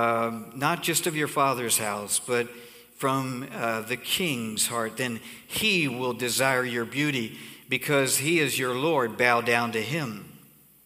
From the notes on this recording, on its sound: Cornerstone Fellowship Sunday morning service, streamed live from Wormleysburg, PA.